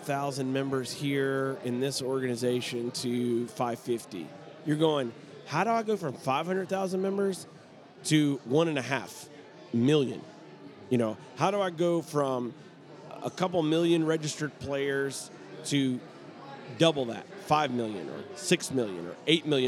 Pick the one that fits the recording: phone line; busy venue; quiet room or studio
busy venue